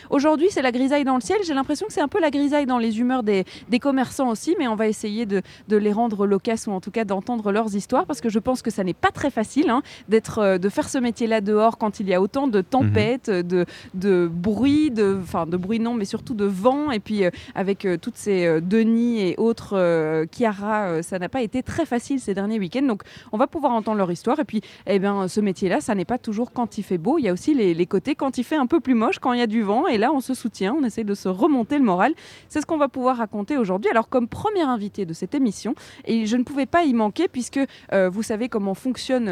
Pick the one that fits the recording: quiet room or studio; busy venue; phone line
busy venue